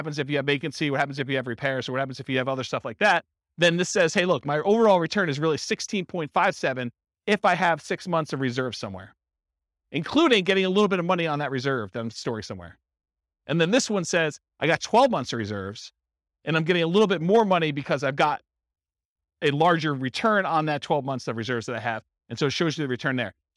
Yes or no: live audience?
yes